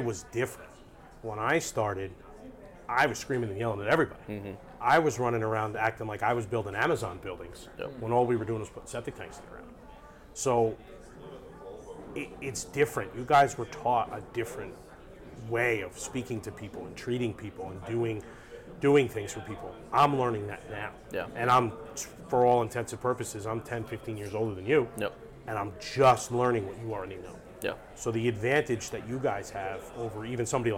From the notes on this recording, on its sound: LIVE AT CONEXPO 2023!